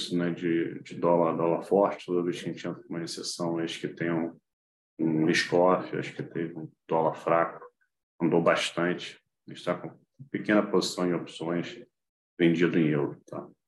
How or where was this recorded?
video call